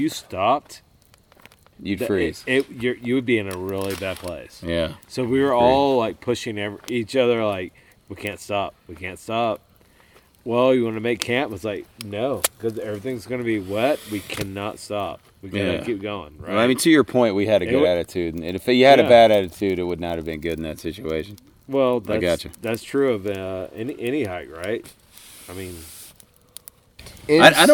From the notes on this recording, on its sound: I sit fireside. On the Benton MacKaye Trail in North Georgia.